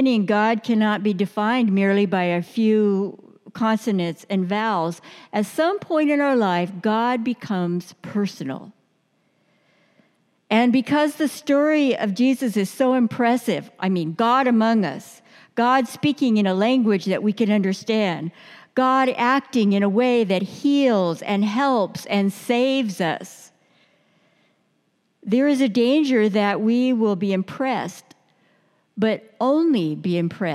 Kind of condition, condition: setting, large echoing room